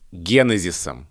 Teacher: после ударного слога три безударных. Это жутко неудобно для языка.